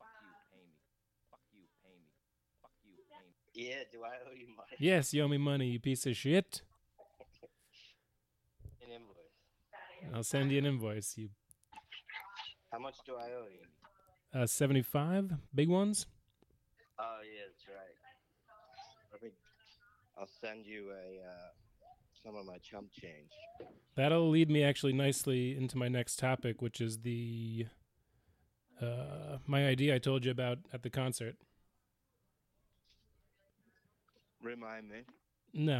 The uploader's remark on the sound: A true Wisper Pod, very low audio quality!